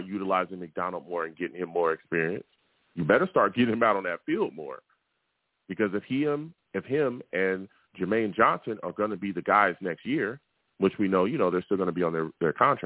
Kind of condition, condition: link, phone line